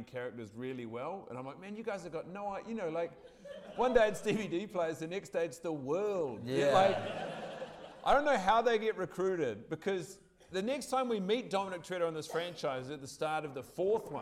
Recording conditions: live audience